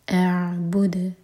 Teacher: اعبد ان میں دال کو ساکن کر کے رکیں گے تو دال پر قلقلہ ہوگا